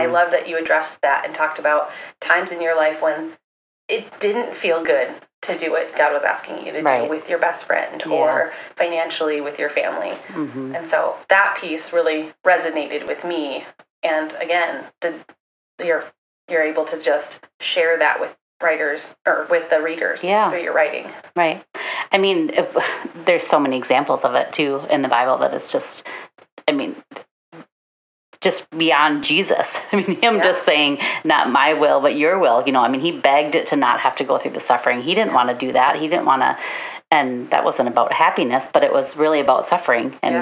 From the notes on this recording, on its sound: as this was the first attempt the audio quality was not at its finest